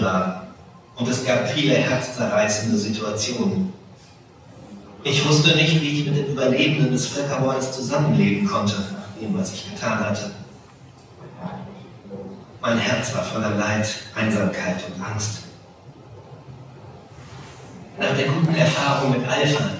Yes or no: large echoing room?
yes